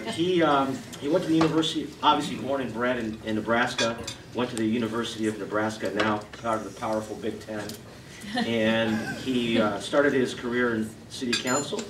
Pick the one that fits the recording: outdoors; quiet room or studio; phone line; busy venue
busy venue